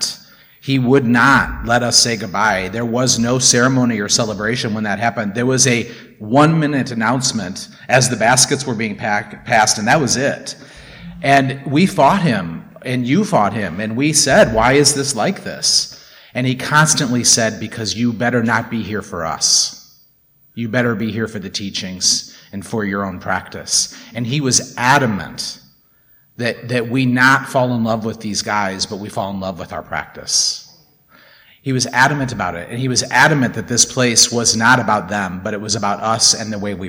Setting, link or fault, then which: setting, large echoing room